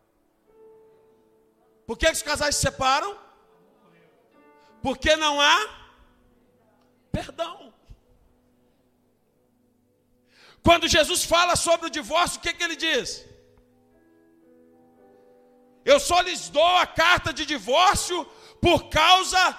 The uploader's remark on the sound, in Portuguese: Ao Vivo na Casa de Louvor